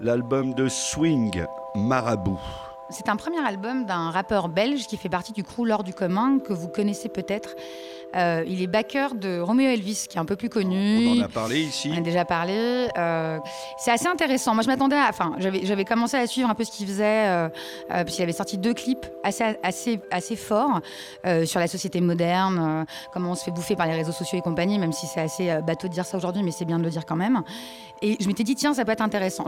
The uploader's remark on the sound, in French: Emission enregistrée en public à FGO-Barbara (Paris 18).